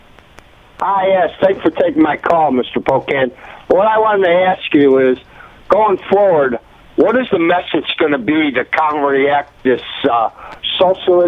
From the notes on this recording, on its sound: answers listener phone calls